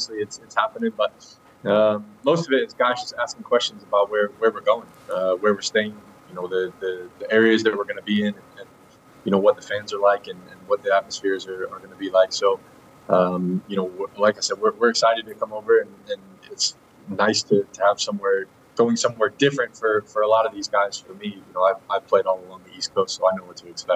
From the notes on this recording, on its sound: join the show from DC MLS All-Star Skills Challenge